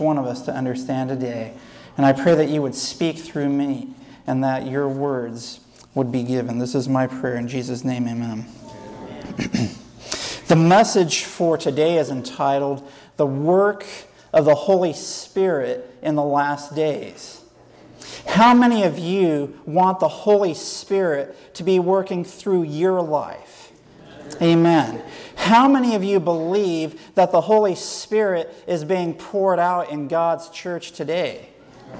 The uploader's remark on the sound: Sermon given at Fairplain Benton Harbor, MI SDA church on 2/20/2010.